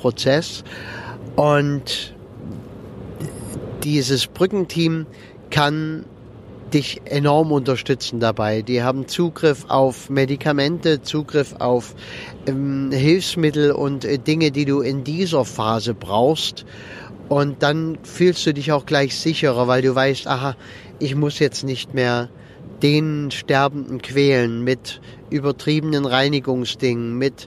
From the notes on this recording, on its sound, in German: Wenn ich mit meinem Aufnahmegerät am Straßenrand im Auto sitze, wenn ich während der Autofahrt aufnehme oder sonst irgendwie, dann ist die Aufnahmequalität etwas gemindert. Manchmal kannst du hier auch eine Rede mithören.